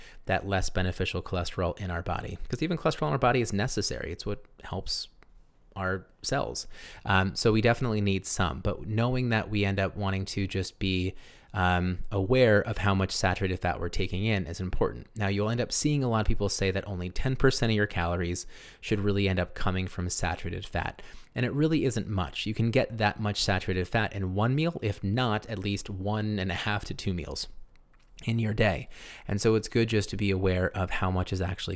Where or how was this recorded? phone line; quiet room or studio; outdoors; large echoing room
quiet room or studio